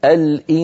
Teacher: أنا أنطق غنة من الخيشوم ولكن فمي موضوع على مخرج السين من غير ضغط. فمي موضوعا على مخرج السين من غير ضغط. · Term: الإخفاء